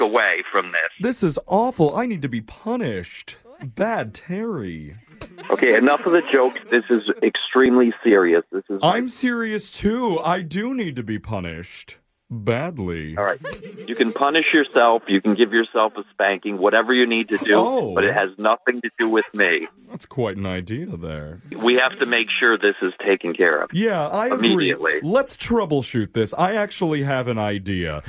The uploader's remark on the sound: Phone Tap